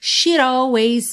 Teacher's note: Esse D, ele fez som de rarara, she'd always